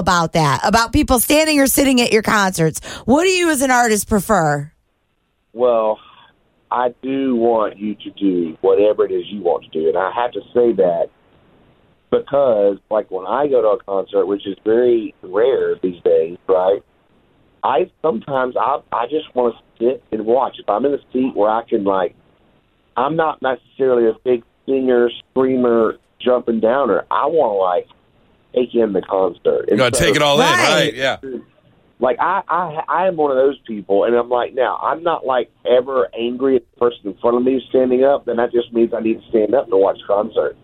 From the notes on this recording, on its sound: Last we have a secret country phone call